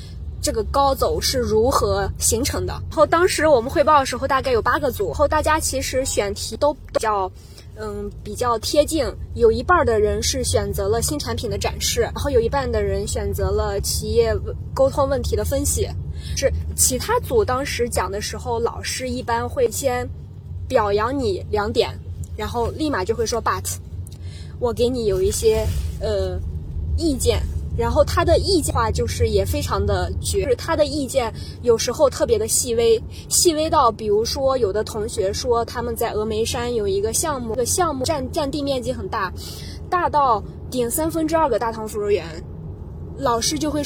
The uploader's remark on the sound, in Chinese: 在去白云机场路上录制，飞机上剪辑，落地即发布。